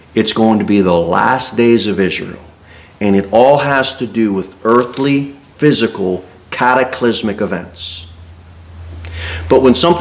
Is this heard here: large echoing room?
yes